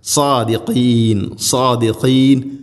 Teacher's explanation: സ്വാദ് ഉച്ചരിക്കുന്ന സമയത്ത് നാവിൻ്റെ മധ്യഭാഗം അണ്ണാക്കിലേക്ക് ഉയർന്നു നിൽക്കണം, അത് ഹെവി ലെറ്ററാണ്, ഇസ്തിഅലാന്റെ സ്വരഭാരത്തിൽ ഉച്ചരിക്കേണ്ട അക്ഷരമാണ്.